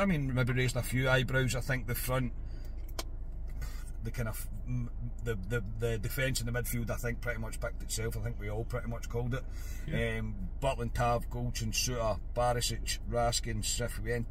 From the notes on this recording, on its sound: bring reaction from the car